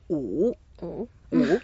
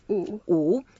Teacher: And it's a third tone, so we go down and up